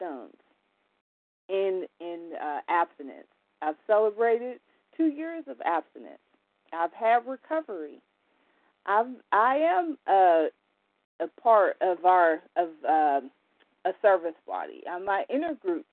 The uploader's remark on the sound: 100 Pounders Phone Meeting